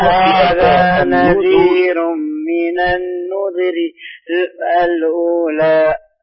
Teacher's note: خلي الذال مضمومة وليس مكسورة، ليس من النذري، من النذو، من النذو، ضم الشفتين في من النذري.